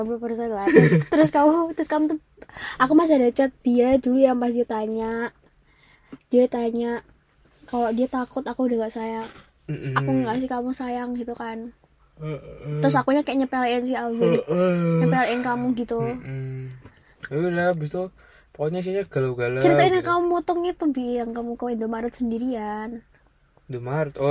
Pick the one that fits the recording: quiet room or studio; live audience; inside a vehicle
inside a vehicle